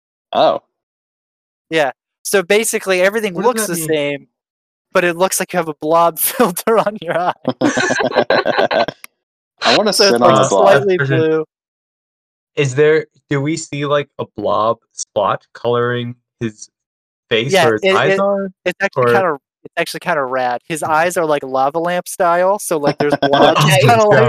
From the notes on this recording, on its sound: This audio was recovered audio, so the quality may be iffy